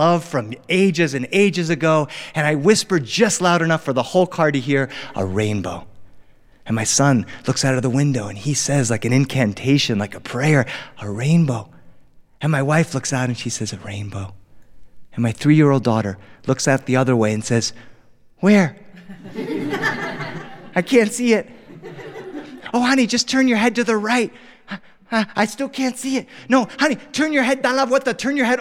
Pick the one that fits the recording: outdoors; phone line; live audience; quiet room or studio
live audience